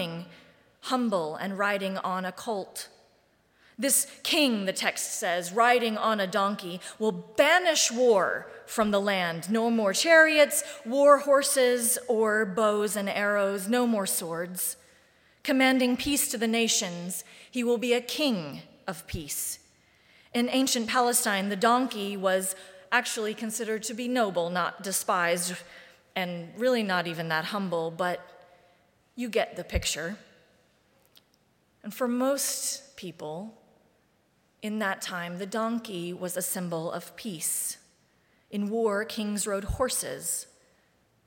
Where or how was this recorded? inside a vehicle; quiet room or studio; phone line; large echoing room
large echoing room